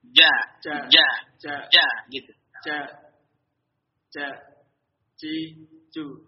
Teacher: Jadi tengah lidah itu dinaikkan ke langit-langit. · Term: jim